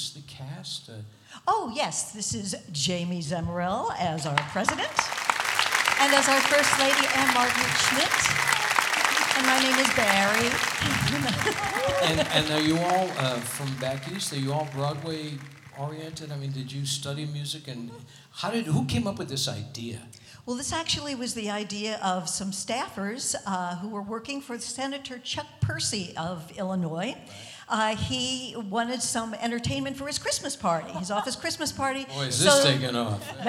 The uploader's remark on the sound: Live at the SouthPoint Casino.